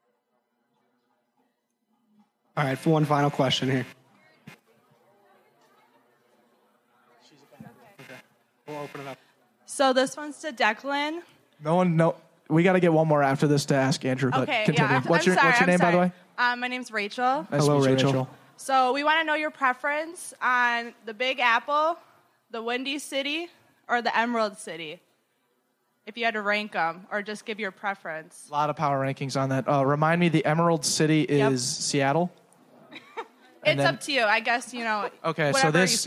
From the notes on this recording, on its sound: A live performance. A little Q&A with the Marketing Interns in the crowd. This is our first of hopefully many live shows.